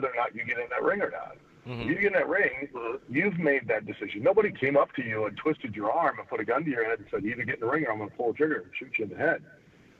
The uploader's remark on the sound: we take your LIVE phone calls!